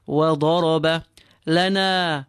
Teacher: Lam short, na is extended because of the alif.